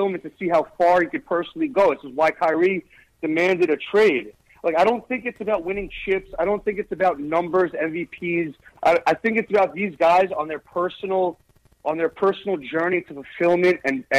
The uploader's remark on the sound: Knicks Post Game Live. Takes live phone calls from fans around the world.